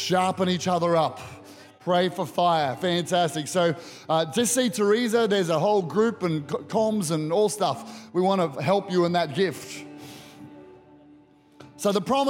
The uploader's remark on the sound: Recorded during our 9am service.